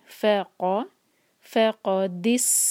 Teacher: قوف کو ہیوی پڑھیں گے، فا کو لائٹ